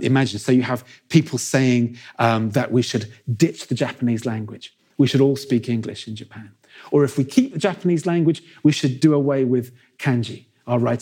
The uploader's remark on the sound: In a lecture he delivered at our 2019 Chester History Weekend